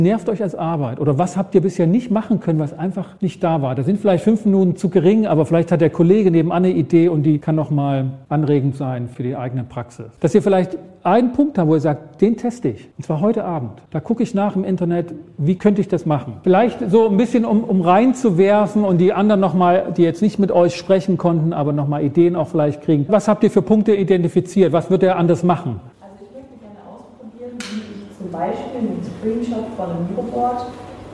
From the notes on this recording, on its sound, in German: Vortrag auf dem gws-forum 2024